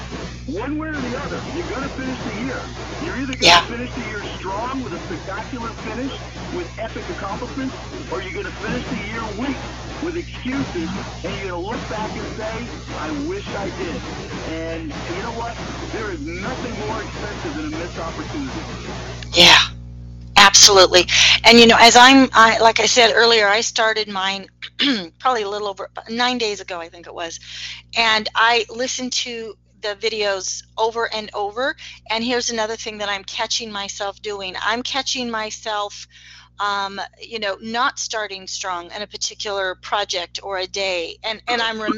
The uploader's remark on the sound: The initial recording there's some static in the call. We're in the process of editing the static out.